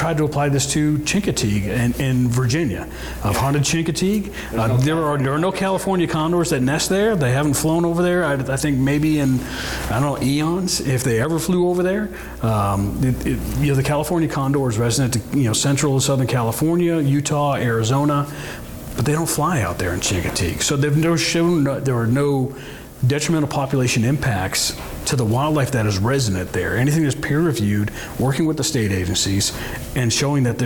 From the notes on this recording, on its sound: On this week’s show, we’re at the Association of Great Lakes Outdoor Writers annual conference in Bemidji!